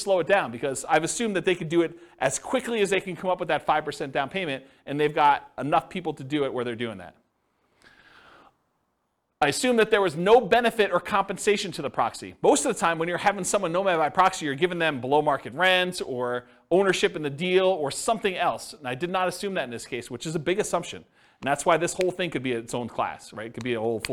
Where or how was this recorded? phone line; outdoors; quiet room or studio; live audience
live audience